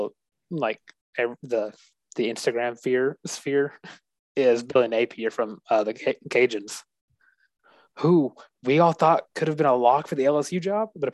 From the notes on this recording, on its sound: the Zoom edition of The Benchwarmer's Podcast